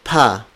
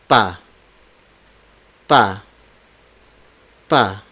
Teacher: All the stop consonants are unaspirated. · Shown in: second take